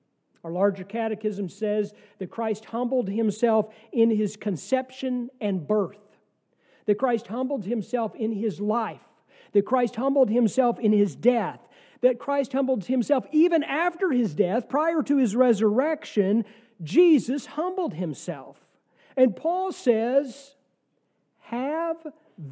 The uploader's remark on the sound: sermon from our worship service on November 5, 2023